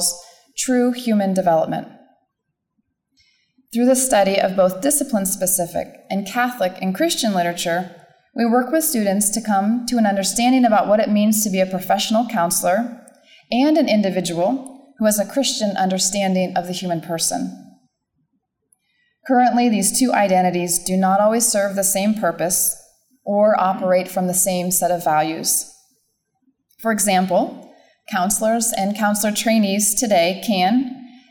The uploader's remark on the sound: talk was part of the Fidelity and Freedom Conference at Franciscan University of Steubenville